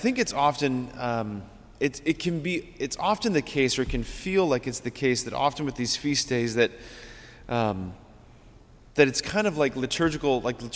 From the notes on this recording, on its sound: preached this homily on August 22, 2023 at Sacred Heart of Jesus Catholic Church in Wadsworth, OH.